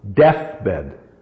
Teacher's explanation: It's a kind of, they're strong, but death predominates. Bed isn't as strong as death. Whereon it must expire, and the last really, so must inspire.